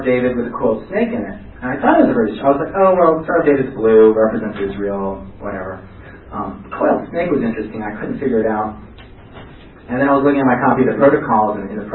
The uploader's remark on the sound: Presentation at the 2010 ARA convention. Even though the sound quality is not the best.